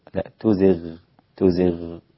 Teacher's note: هنا حرف الغين جاء ساكنا وهو حرف مفخم وقبله مكسور، فلا تكون الغين في أعلى مراتب التفخيم بل تكون في أدنى مراتب التفخيم، يعني أقل مراتب التفخيم، يعني تفخيمها يقل، بدل ما تزغ لا تزغ، تزغ هكذا.